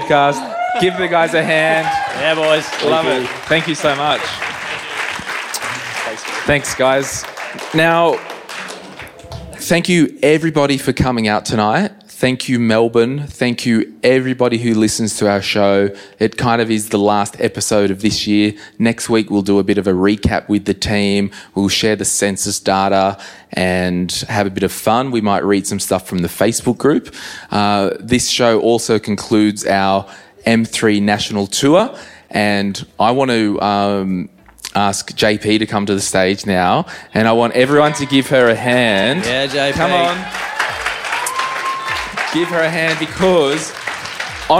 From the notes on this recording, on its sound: This ep was recorded live in Melbs on our last leg of the 2021 m3 tour.